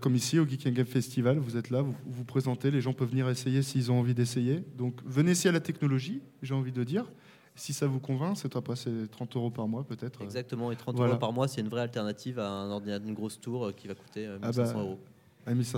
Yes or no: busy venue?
yes